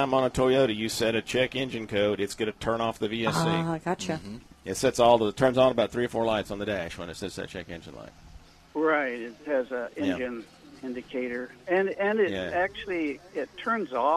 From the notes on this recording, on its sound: Live remote at the First Annual Car Show at the Magnolia First Baptist Church.